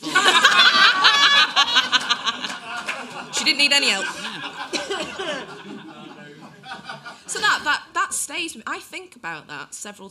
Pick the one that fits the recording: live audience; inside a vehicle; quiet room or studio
live audience